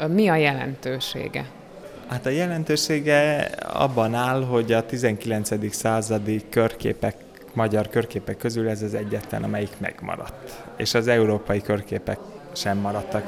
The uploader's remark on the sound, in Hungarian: A beszélgetést a kiállítótérben rögzítettük, a háttérben hallható zene és zajok is bizonyítják